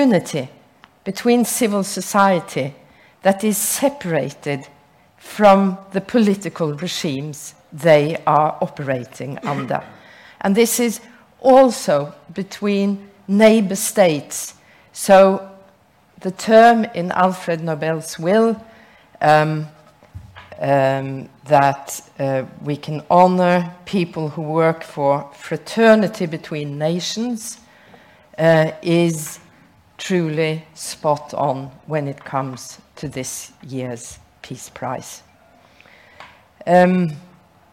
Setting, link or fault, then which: setting, large echoing room